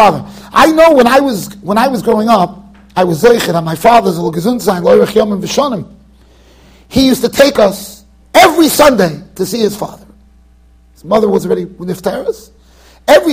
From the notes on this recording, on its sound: Shiur recorded in Yeshivas Ohr Reuven, Monsey NY.